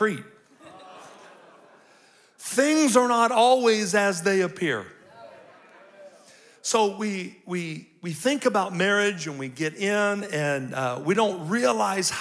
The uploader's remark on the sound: These episodes were recorded live at our 2023 Calvary Marriage Seminar.